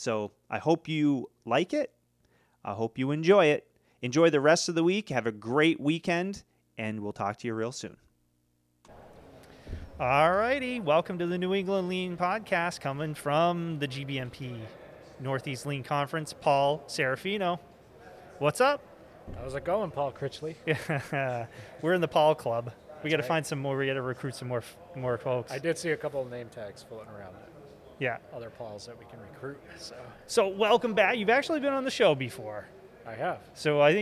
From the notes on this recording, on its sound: From the GBMP Northeast Lean Conference!